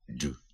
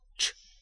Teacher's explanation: Звук «дж» суцільний, злитий, приголосний. Твориться він точнісінько так, як і звук «ч», тільки з участю голосу.